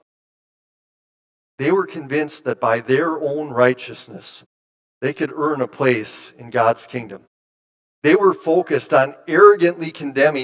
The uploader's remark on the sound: Bethany, Appleton, WI. Preached this sermon at Bethany's Sunday worship on February 5, 2023.